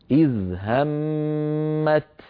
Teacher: لأن التاء قد افترقت عن الطاء فيصير النطق هكذا، إذ همت بتاء ساكنة شديدة مهموسة